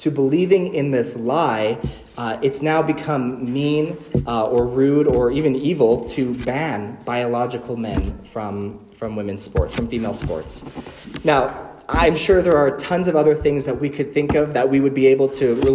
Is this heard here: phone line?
no